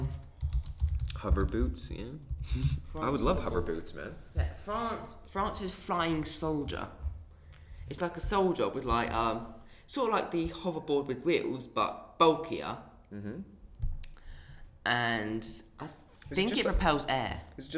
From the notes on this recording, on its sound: Sorry For Background Noise